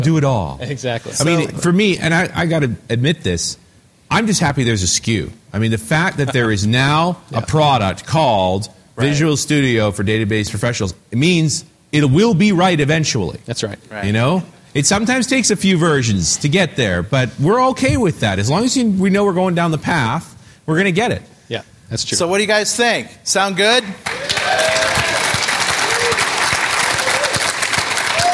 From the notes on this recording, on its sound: On June 12th at TechEd, in this somewhat shorter-than-usual but very informative live .NET Rocks!